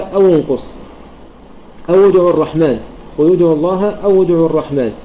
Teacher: فيحافظ ضمة الشفتين مع الواو المخرج ومع الحركة التي هي الضمة